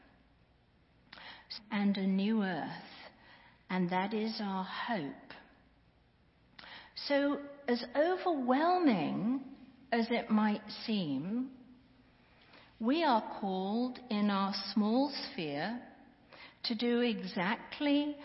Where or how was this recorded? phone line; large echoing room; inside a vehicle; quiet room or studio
large echoing room